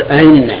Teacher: التسهيل أن لا تنطق بالهمزة الثانية محققة لا تنطقها صريحة